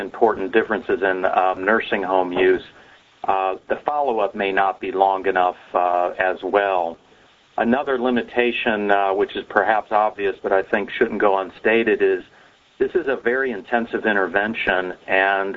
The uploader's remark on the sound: Author in the Room® Teleconference.